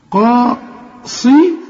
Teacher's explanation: قا صي الصاد مكسورة آخر درجات التفخيم لأنها مكسورة، وبعدين الراء برضو أعلى درجات التفخيم، والتاء بقى هنا مرققة.